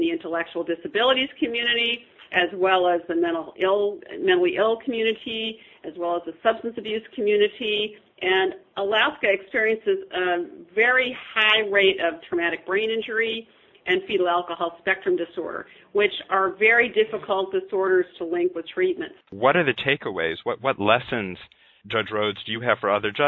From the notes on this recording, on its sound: Today I have on the phone two experts.